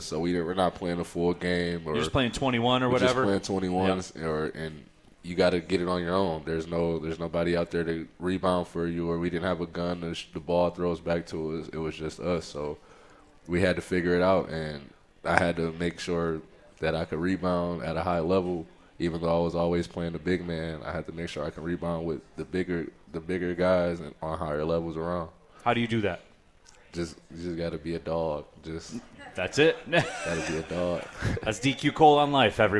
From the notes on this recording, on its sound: live from RJs Pub in Rochester Hills